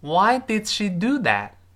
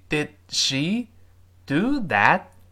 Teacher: 那个 did that 最后舌尖顶住憋住气，失去爆破这个动作